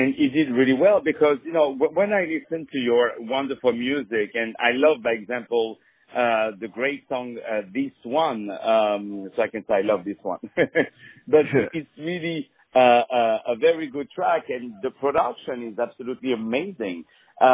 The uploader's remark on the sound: On the phone